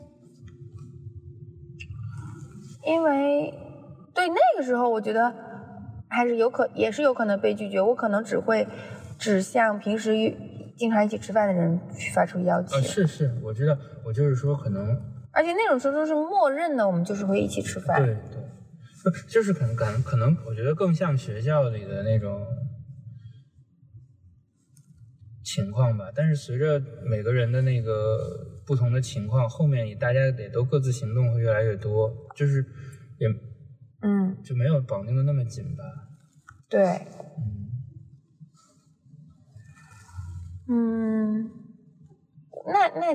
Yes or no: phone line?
no